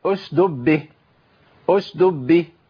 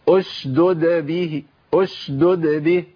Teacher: بس كده لازم ابين الدالين والا هيقع مني دال · Shown in: second take